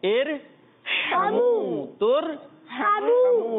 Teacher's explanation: عین ہا بیچ میں سے حلق کے ادا ہوتے ہیں